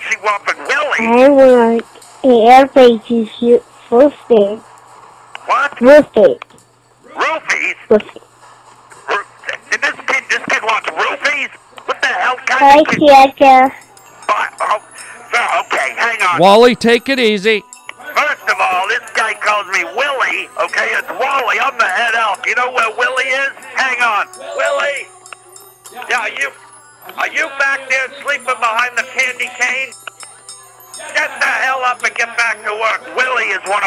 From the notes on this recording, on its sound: children's phone calls